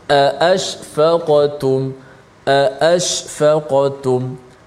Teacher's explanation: maka kita nak kena tahkikkan jelas dua-dua sebutan a a mesti dua-dua disebut a ashfaqatum a ashfaqatum tak boleh baca yang kedua tu macam · hamzah ni berada huruf yang paling jauh daripada mulut maka bila nak sebut hamzah a kena tolak di hujung duduk di pangkal halkum lepas tu dah sebut a nak ulang tempat yang sama dua · Term: dua huruf hamzah